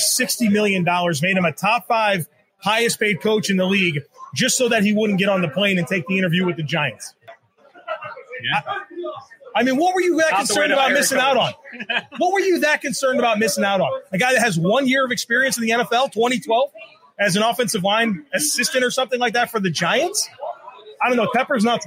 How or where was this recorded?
busy venue